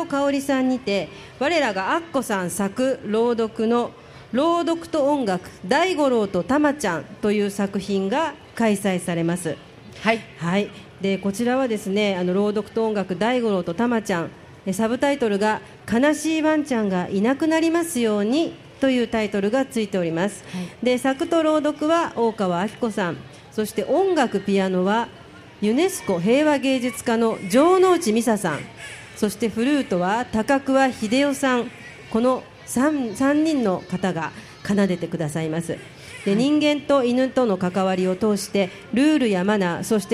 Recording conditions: live audience